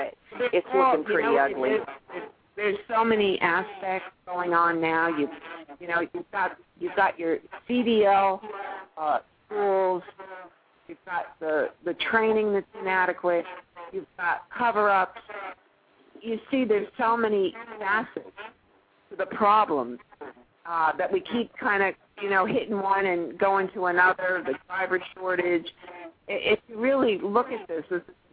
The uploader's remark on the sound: Truth About Trucking "LIVE" opens up the phone lines